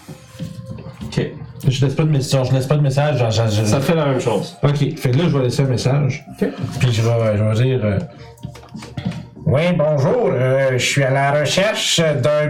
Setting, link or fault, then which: fault, poor sound quality